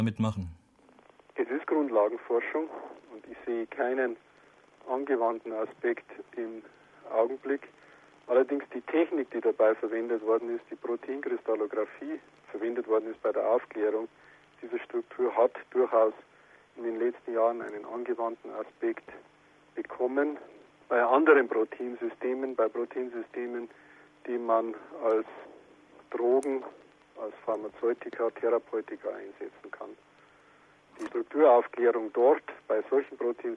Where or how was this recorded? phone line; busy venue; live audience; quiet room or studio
phone line